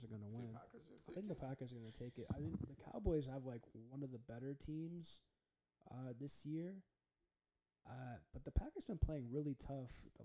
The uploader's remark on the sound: (SOUND DISCLAIMER, MUST RAISE YOUR VOLUME UP). (We are getting back in the swing of things, so we do apologize!).